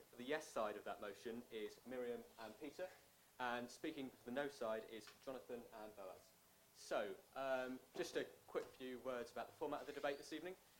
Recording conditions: uneven or low level